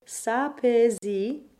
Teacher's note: the AI digraph in the middle is technically an open E